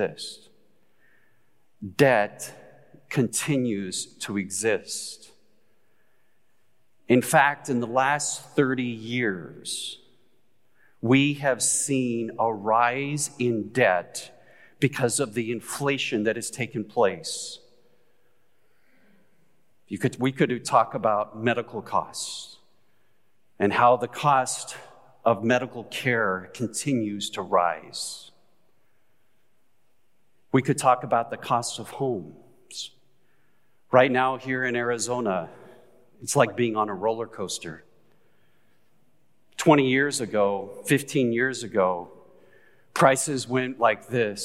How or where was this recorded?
live audience